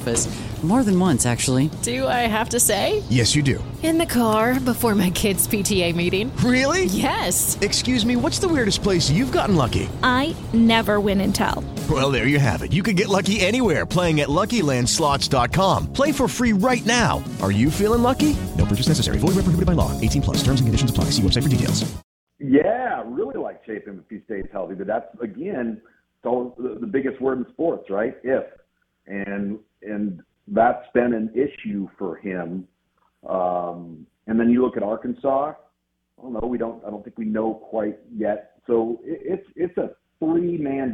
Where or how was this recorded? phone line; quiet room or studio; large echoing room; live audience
phone line